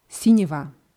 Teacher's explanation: Sinjeva wird aber das G wird immer noch wie W ausgesprochen. In dem Dialog aus der Hörprobe sagen die einfach Sinjeva.